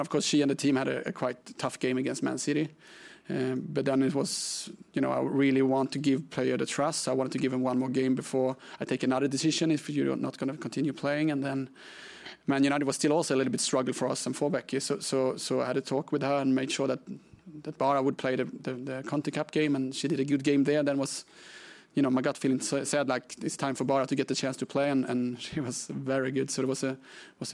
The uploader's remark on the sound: PRESSS CONFERENCE